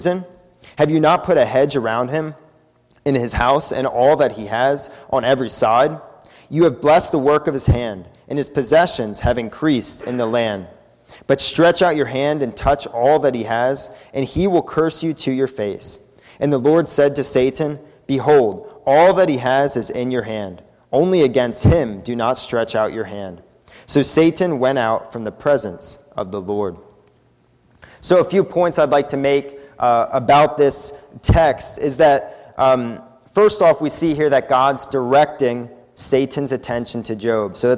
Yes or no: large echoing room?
yes